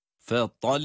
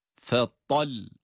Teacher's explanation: Burada lam harfi şeddeli olduğu için duruşumuzda lam harfini iki sakin harf olarak okuyoruz. · Shown in: first take · Yani lam harfini iki defa sakin olarak okuyoruz.